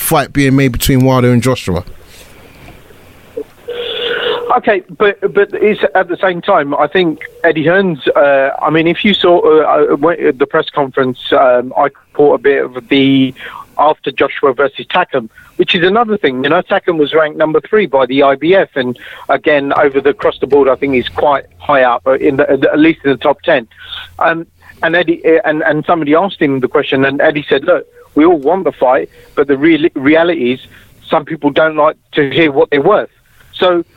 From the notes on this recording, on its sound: with the fans as they call